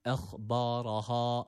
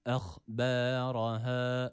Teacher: Burada yanılabiliriz, kalın okuyabiliriz. O yüzden B harfi de ince bir harftir. A sesiyle okumuyoruz. · Shown in: second take